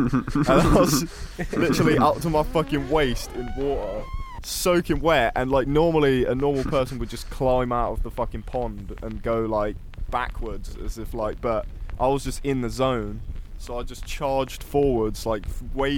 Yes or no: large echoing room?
no